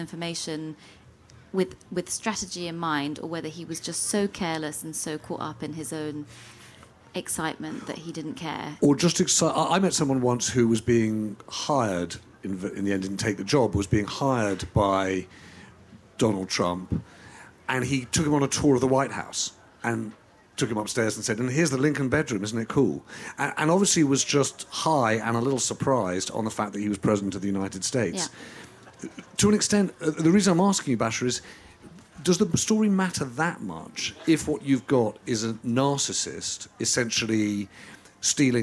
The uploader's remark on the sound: In this episode, recorded at Kite Festival on Sunday 11th June. Is joined on stage by Tortoise editors.